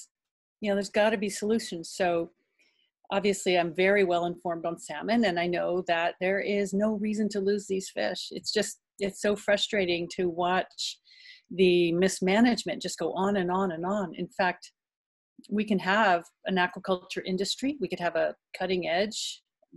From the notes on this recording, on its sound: In a quick ZOOM interview.